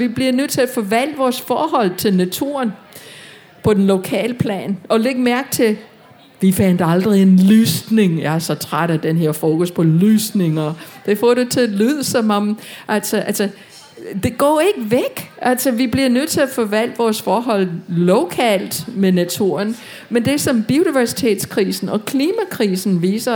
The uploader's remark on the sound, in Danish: Tage Klimakrøller med på KU festival og for allerførste gang lave en LIVE udgave af podcasten. Og med et publikum bestående af studerende fra alle KUs fakulteter.